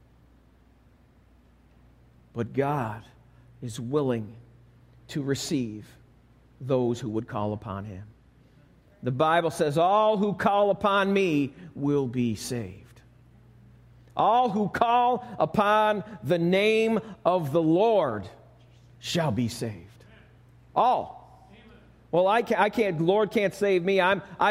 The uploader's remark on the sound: Recorded live at Alabama Full Gospel Fellowship - The Lighthouse. 5329 Gravel Rd., Medina, New York 14103.